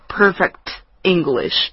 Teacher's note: Perfect t 其实是一个轻辅音，也就是说不震动声带